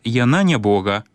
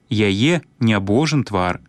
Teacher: Гук «г» назоўніка пры змененых фанетычных умовах рэалізуецца ў гуку «ж» вытворнага прыметніка.